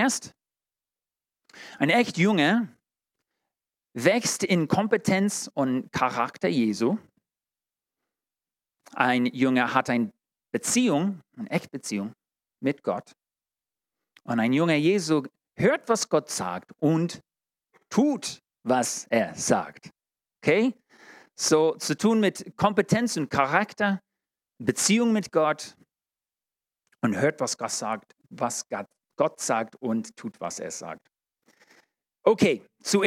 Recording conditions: large echoing room